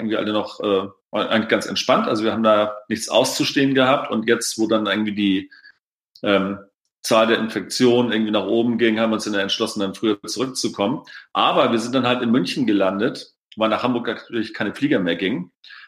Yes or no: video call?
yes